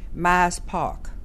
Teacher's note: Here you have more of what you might think of a slightly more southern accent with greater deletion of R's.